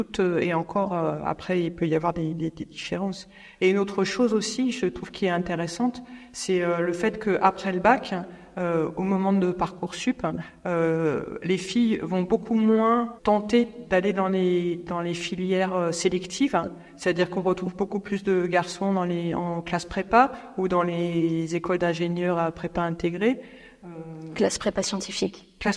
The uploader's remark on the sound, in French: Une émission enregistrée au Muséum de Nantes Métropole dans le cadre des ses Conférences Eton'Nantes. Une émission enregistrée au Muséum de Nantes Métropole dans le cadre des ses Conférences Eton'Nantes qui ont lieu une fois par mois. Une émission qui a connu quelques soucis techniques.